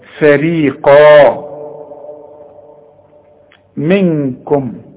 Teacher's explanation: القاف، والقاف مدام بعدها مد بيبقى اعلى درجات التفخيم. اذا بتبدأ الكلمة بحرف مرقق جدا وبعدين بتنتهي بحرف مفخم جدا، فريقا منكم.